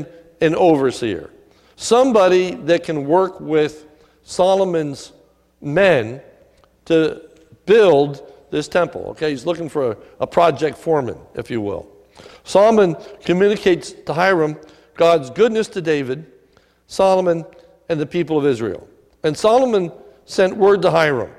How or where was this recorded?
large echoing room